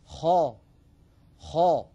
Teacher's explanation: لاحظوا بأن صوت الخاء يصعد هكذا إلى سقف الحلق. خ، ولا نقول خا خا، إذا قلنا خا فقد تسفل الصوت بالخاء وليس هذا نطقا فصيحا.